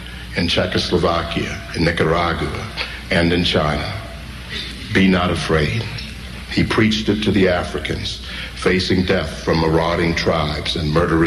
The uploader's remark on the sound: This was the topic of his Lunch Time Keynote Presentation on Saturday March 11th at the 2023 BABL Convention.